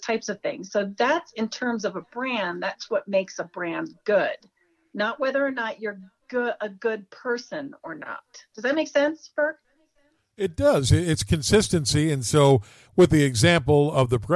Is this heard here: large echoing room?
no